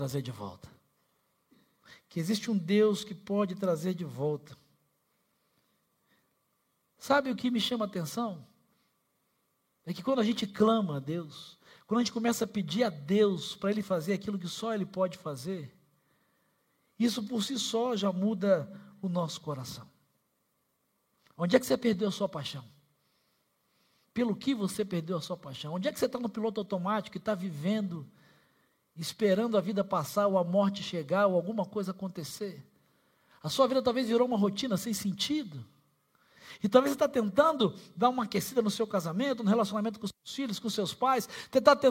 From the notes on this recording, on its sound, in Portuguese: Celebração ao vivo